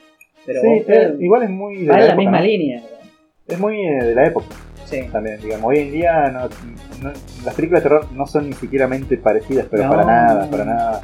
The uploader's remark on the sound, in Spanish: Se escucha mal pero como somos unos caraduras lo subimos igual. El podcast comodorense. Este piloto se escucha mal, es verdad.